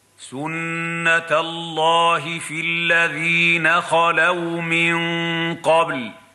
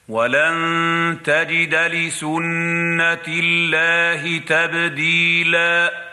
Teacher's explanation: نطقنا بداية الآية سنة الله بتفخيم اللام لأن ما قبلها مفتوحا، ونطقنا بقية الآية لسنة الله بترقيق اللام في المرة الثانية لمجيء التاء ما قبلها مكسورا